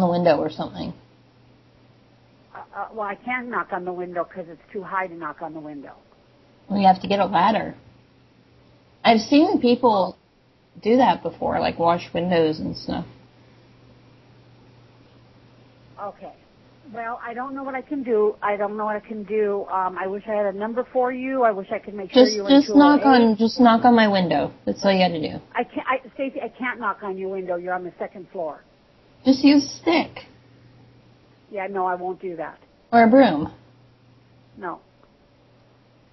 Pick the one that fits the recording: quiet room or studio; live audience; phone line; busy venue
phone line